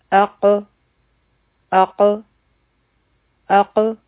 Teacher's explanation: کله په قاف باندې سکون راشي نو دا آواز واپس راځي او دیتا قلقله ویلی شي او د دې آسانه طریقه دا